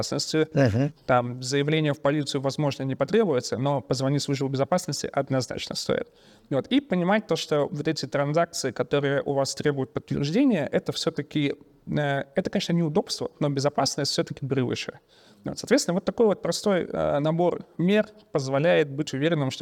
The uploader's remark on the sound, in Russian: Спецвыпуск подкаста Security Stream, записанный во время партнерской конференции UserGate 2023, которая проходила 21-22 сентября в Завидово.